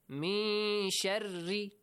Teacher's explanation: make sure the letter ra here is not pronounced heavily with tafkhim rule. It's pronounced with tarqiq rule. من شر not شر no.